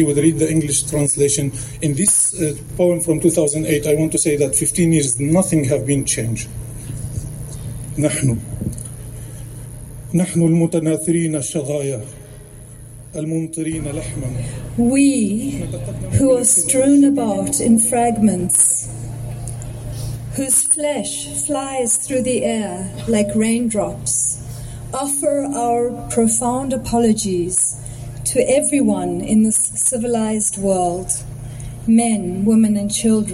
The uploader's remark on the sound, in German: Eine kommentierende Sendung mit Mitschnitten der Kundgebung. In Berlin, Unter den Linden, stattfand.